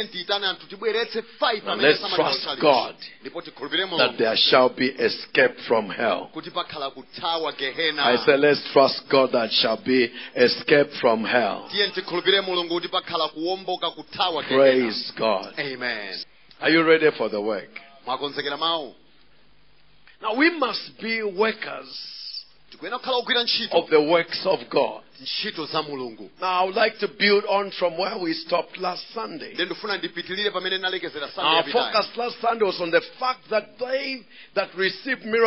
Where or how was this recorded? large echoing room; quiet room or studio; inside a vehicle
large echoing room